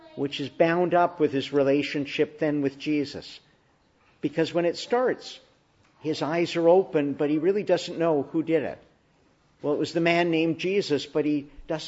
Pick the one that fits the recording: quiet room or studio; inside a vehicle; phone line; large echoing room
large echoing room